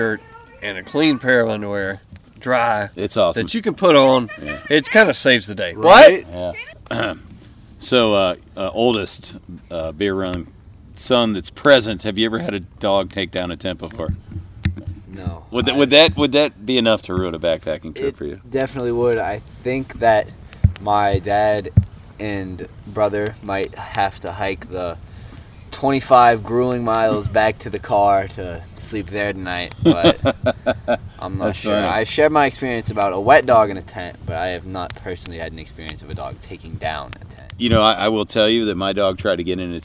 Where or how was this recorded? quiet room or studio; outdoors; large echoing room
outdoors